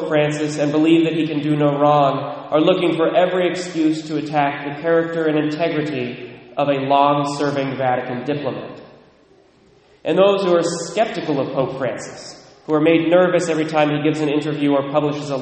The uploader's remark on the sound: Recorded at Immaculate Conception, Mount Vernon, WA (9:00am)